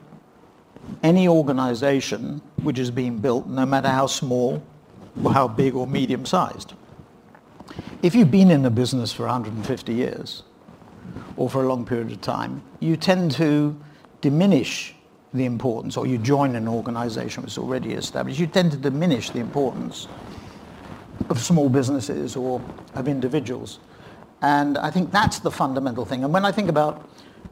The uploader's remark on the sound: In a keynote session from PRovoke18